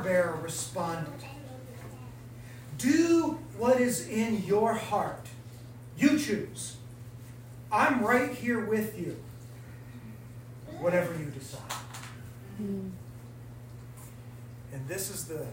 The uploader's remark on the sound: This message was recorded at WayLife's monthly collective. Forgive the lower quality audio quality.